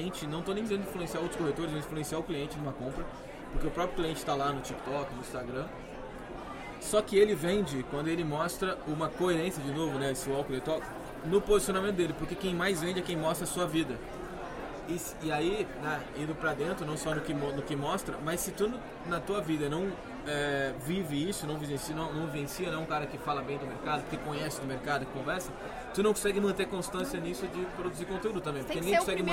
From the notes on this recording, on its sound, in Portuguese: gravados durante o evento Rede Show organizado pelo Secovi